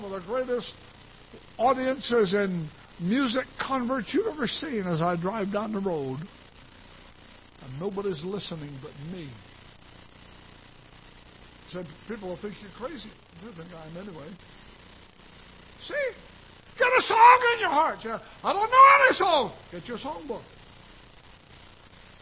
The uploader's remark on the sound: Ketha Heights Baptist Church ~ Live Broadcast